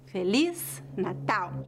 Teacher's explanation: O início da frase é fraco e o final é forte.